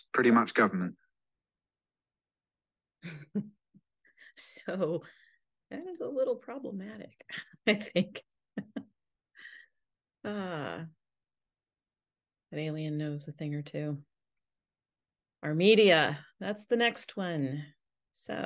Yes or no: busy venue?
no